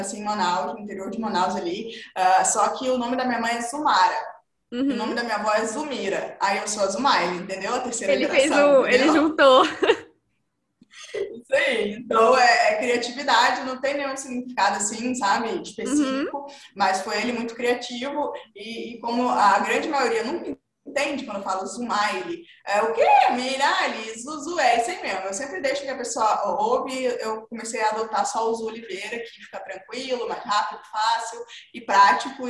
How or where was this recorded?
video call